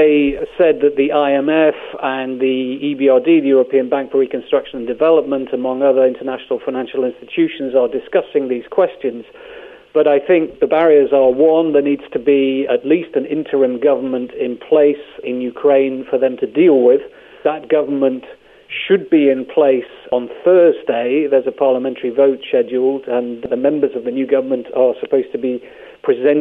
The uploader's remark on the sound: Joined over the phone. In Kiev.